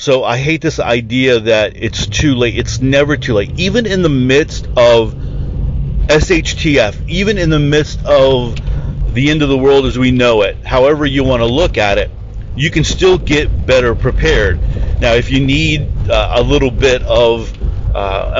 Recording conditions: inside a vehicle